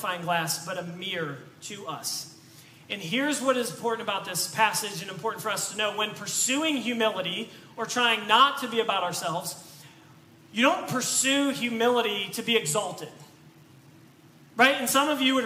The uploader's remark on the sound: This message was preached on October 2, 2022 at FIVE39 Church.